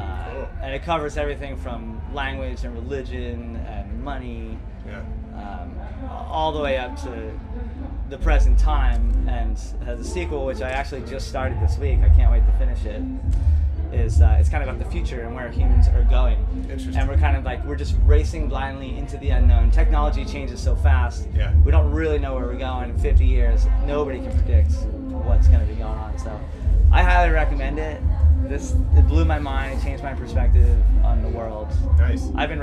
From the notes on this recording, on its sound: This week we bring you the first of three episodes recorded live on the field at Coachella. We talked the Coachella people into giving us press passes so we could sit down with a few creative folks in the midst of one of the world’s largest cultural phenomena.